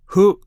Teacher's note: Your front teeth don't touch your lips as you say this sound.